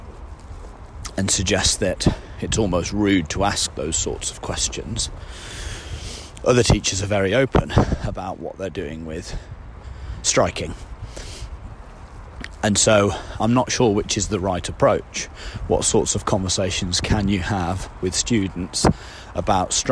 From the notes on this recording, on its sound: Recorded during strike action. Walking and talking. Picketing.